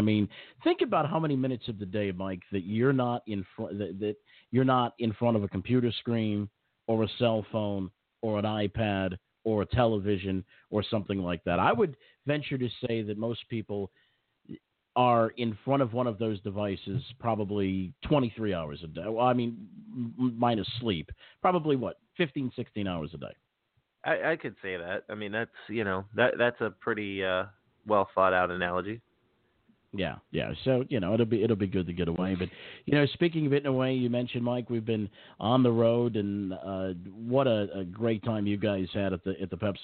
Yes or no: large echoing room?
no